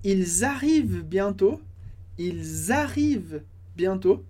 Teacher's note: Importante aqui a liaison, que a gente viu antes, aquela ligação. De novo, o som de z, z.